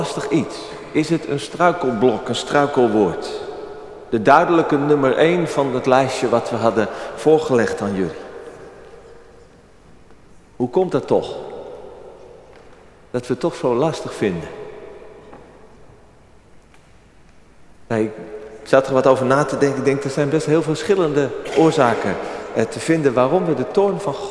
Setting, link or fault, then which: setting, large echoing room